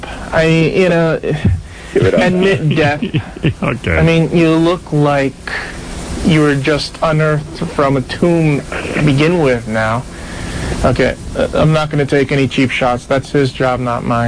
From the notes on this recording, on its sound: Prank Phone Calls Collection